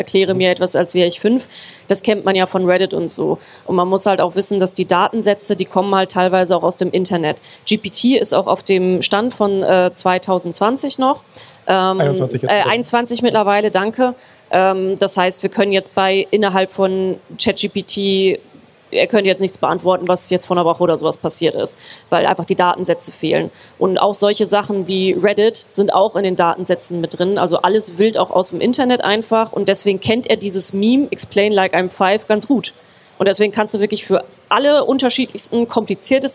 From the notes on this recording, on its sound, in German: Der Live-Talk war Teil des Liveprogramms von GameStar Talk auf der diesjährigen CAGGTUS Messe in Leipzig. Live-Special von der CAGGTUS in Leipzig. Der Live-Talk war Teil des Liveprogramms von GameStar Talk auf der diesjährigen CAGGTUS Messe in Leipzig.